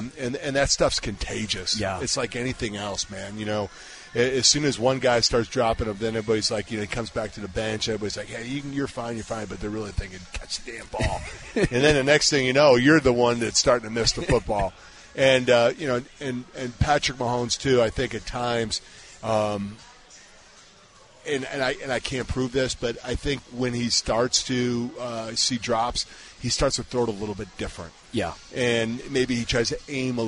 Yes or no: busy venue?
yes